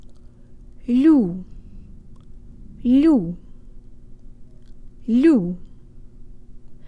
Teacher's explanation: a real Russian U sound with jaw forward and duck lips, you have the first syllable.